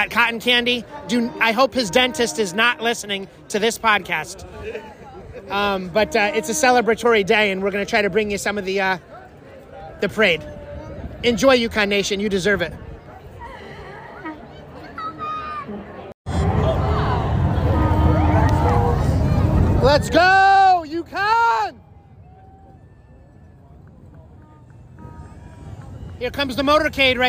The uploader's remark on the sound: We’re broadcasting live from the #UConn Mens Championship Parade in the Basketball Capital of the World. Special guests, live reaction, the trophy presentation and more in Hartford, Connecticut. Experience the confetti flying and horns blowing as you’re surrounded by thousands of loyal fans!